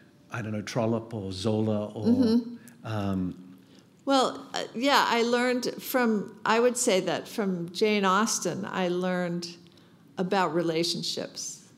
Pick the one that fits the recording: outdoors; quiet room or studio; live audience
live audience